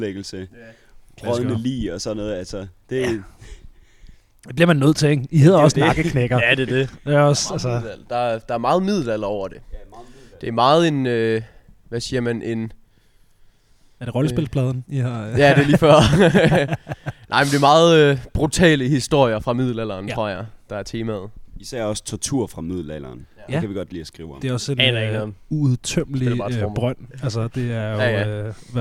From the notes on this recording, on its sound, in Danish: mini-episode optaget på When Copenhell Freezes Over 2023